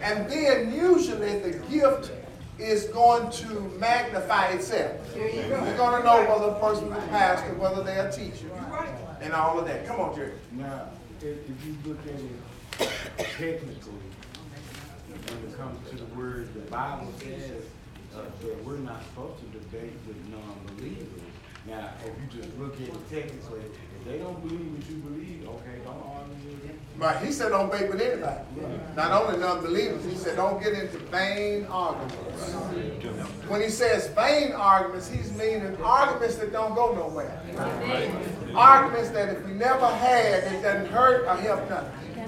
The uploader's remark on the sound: teaching the lesson live in the sanctuary